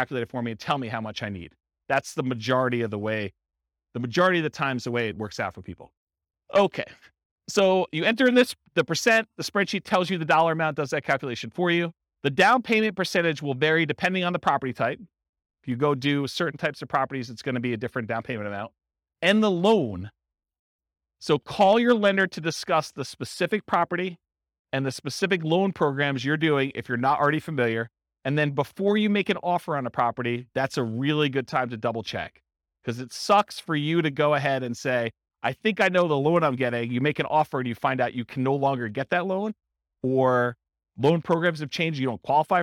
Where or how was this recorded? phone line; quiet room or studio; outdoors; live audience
live audience